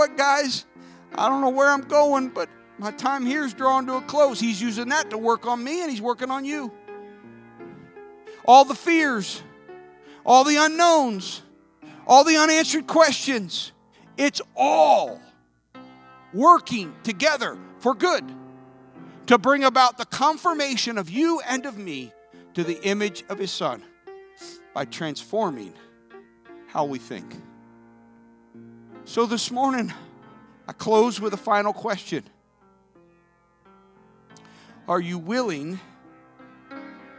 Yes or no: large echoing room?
yes